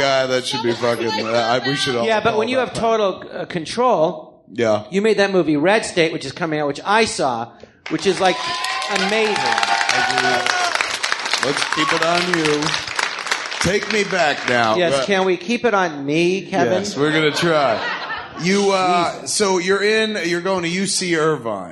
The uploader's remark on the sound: Recorded live at the Jon Lovitz Podcast Theatre.